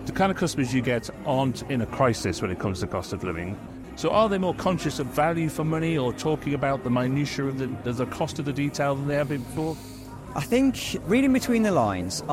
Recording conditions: busy venue